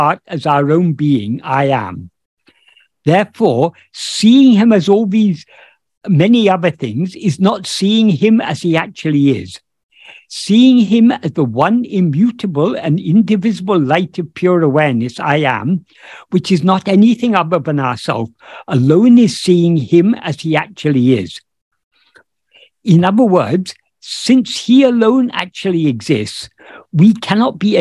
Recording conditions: video call